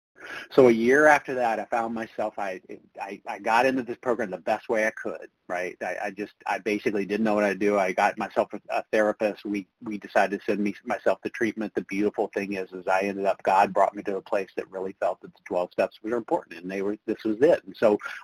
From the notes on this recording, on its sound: From the 100 Pounders Phone Meeting.